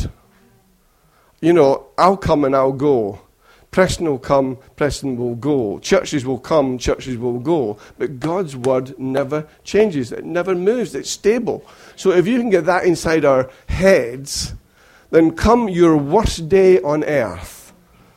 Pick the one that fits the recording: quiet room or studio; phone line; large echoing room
large echoing room